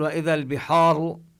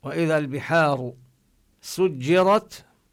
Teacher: الحاء ليست من الحروف التي هي تفخم، ليست من حروف الاستعلاء · Shown in: second take